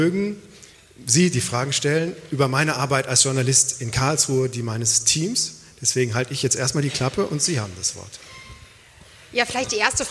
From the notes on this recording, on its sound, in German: Live aus der Uni Freiburg. Die Albert-Ludwigs-Universität in Freiburg.